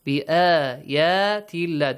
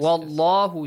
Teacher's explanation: And the letter lam in the word Allah, بِآيَاتِ اللَّهِ، is pronounced basically a light lam. But the next one is wallahu, it's a heavy lam